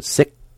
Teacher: that final K sound is blocking the air and stopping it from coming out your mouth